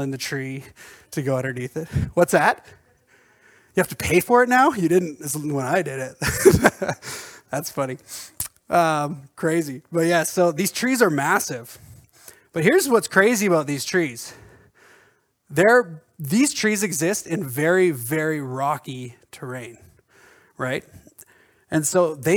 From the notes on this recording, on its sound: At our Edmonton Gathering in October at Crosspoint Church